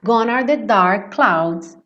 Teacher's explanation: Mas o E não é pronunciado. Então, o som que termina gone é N, é consoante. Então, gone are, já juntei.